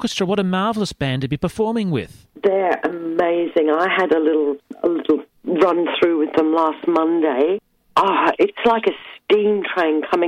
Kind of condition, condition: link, phone line